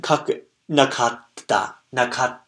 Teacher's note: And make sure between the word, the sounds ka and ta, you have a small glottal stop, a small pause when you're speaking